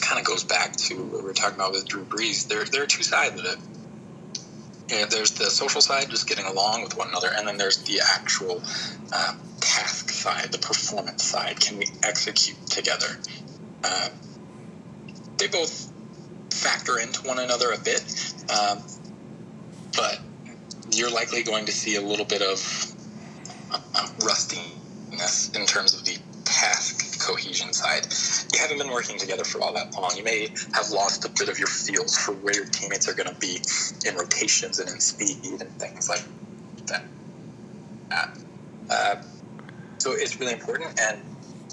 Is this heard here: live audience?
no